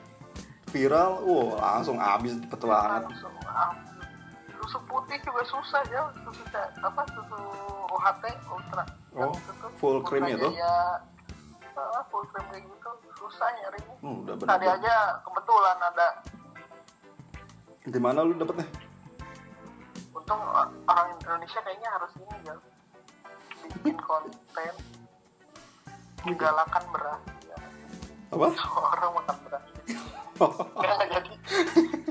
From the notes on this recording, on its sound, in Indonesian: Obrolan di ambil melalui voice call whatsapp dan pihak narasumber tidak mengetahui obrolannya direkam.